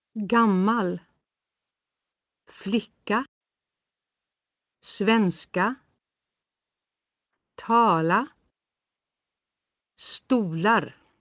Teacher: the melody rises on an unstressed syllable after the stressed syllable, which is unusual in languages that have stress. · Term: falling-rising melody